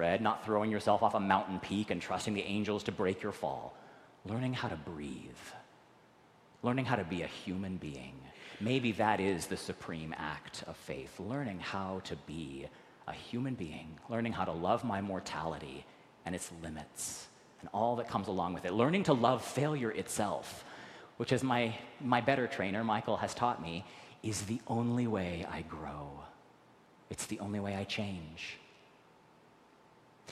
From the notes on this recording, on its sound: recorded live at the 10:00am service on Sunday, August 13, 2023